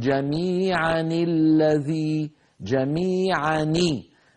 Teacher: فلو وصلنا جميعا مع الذي نقول جميعا الذي، جميعا ني، ني هذه ني النون المكسورة من أين جاءت؟ هي التنوين